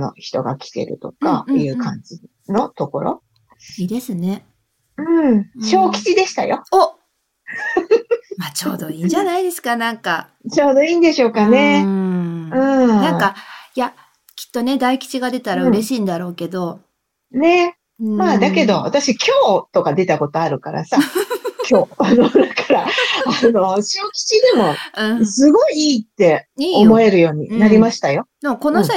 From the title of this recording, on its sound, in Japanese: リモート収録